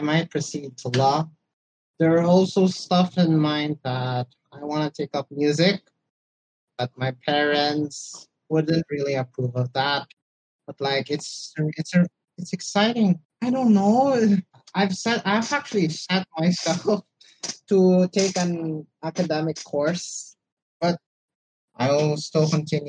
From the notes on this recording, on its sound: Note: Audio may be faulty due to technical difficulties.